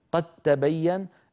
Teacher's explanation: أدغمنا الدالة في التاء فصار النطق بتاء مشددة لا يبقى للدال أثر، لما؟ لأن الدال والتاء من مخرج واحد وهما حرفان متجانسان